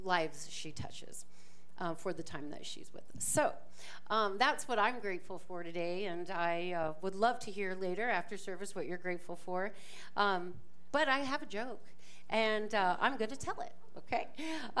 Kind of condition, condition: setting, large echoing room